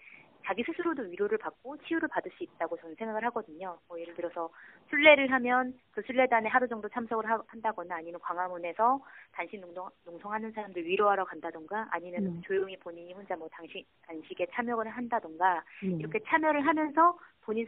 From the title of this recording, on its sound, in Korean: 전화 인터뷰